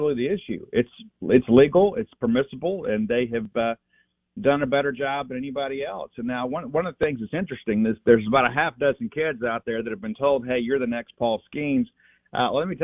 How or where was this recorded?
phone line